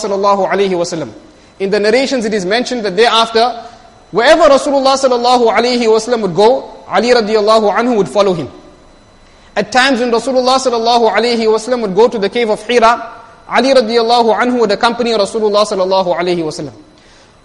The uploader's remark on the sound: Jumuah lecture